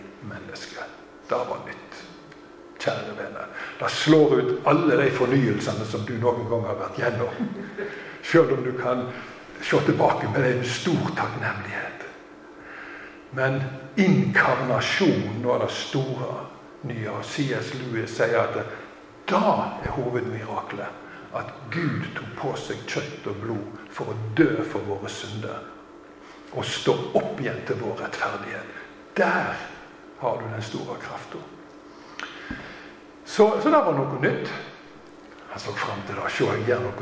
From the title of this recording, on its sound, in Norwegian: Tale i Zoar 29. oktober